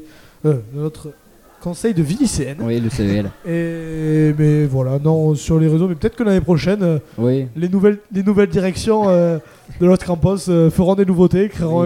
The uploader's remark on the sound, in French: Delta Fm est allée au Nouveau Festival à Cenon (33) pour donner la parole aux lycéens porteurs de projets, venus présenter leur travail. Cette banda vient des Landes et propose aux festivaliers de la musique tout au long du festival.